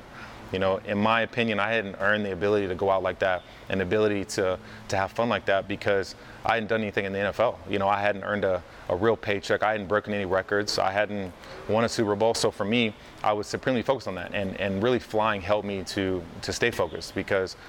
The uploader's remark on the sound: We’re in his hangar so please excuse the loud sounds in the background.